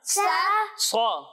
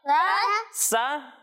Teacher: تو یہ سات حروف وہ ہیں جنہیں ہم حروف مستعلیہ کہتے ہیں، اور حروف مستعلیہ کو ہر حالت میں ہمیشہ پر یعنی موٹا پڑھتے ہیں، تو صاد بھی ان حروف میں سے ہے اس لیے اسے موٹا پڑھنا ہے، اور سین کو ہم باریک پڑھیں گے